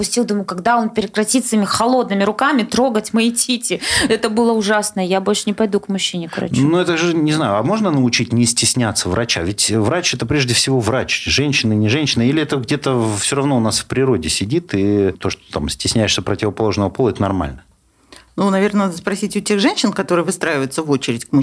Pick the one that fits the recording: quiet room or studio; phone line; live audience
quiet room or studio